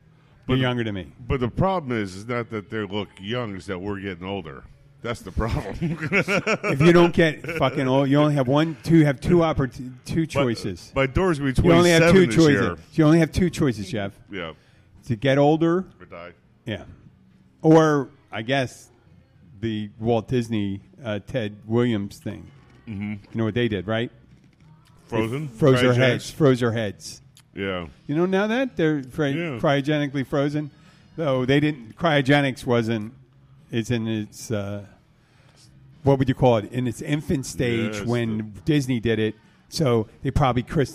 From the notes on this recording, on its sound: The Catch Restaurant-Keys Bartender. Our first show on location in 15 months, from the Catch in Key Largo. Two regulars of the Catch join.